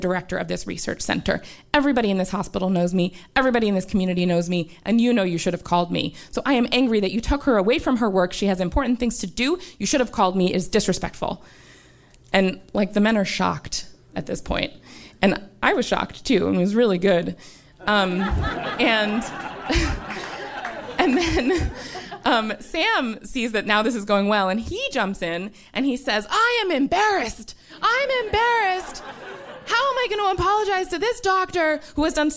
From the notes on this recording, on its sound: featuring the stories from our June 2018 show at Caveat in New York City, as part of the Underground Science Festival